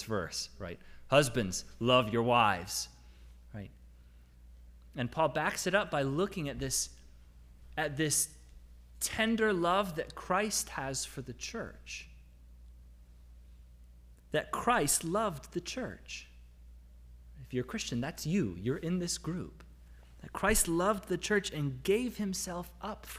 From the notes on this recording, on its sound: Sermon audio from LBC worship service.